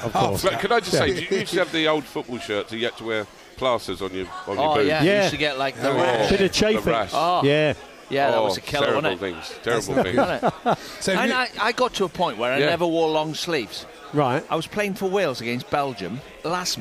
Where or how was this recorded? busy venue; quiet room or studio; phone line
busy venue